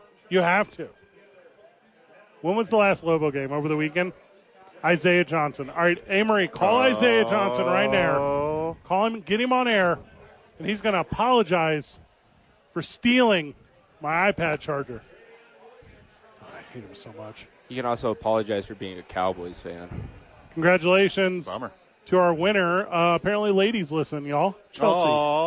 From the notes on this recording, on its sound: live from Howies!